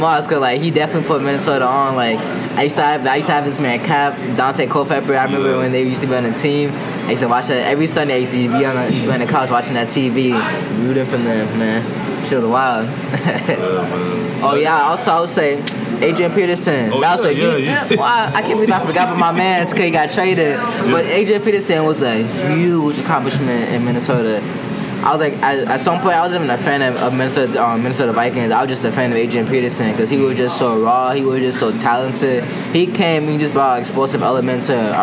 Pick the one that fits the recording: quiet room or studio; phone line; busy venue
busy venue